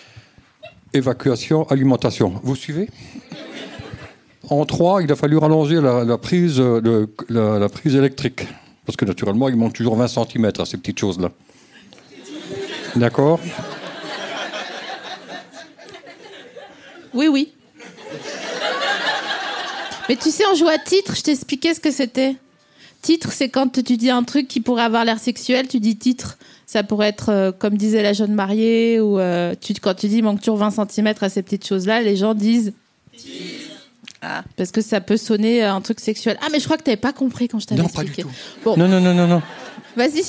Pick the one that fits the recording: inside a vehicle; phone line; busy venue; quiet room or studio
busy venue